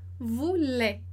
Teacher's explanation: o ENT do final do verbo, da conjugação, né? De elle voulait, mes amis voulaient. Ele não é pronunciado, esse ENT. Então, a gente vai terminar a nossa pronúncia em E, voulait.